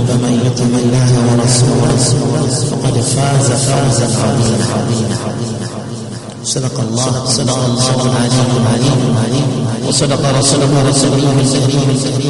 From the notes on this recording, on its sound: Jumuah lecture at Masjidun Nasr.